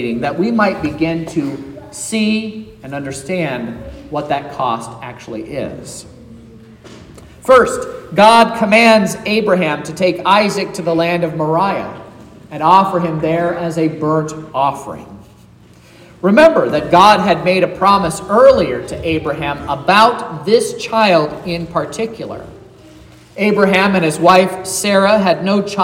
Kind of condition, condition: setting, large echoing room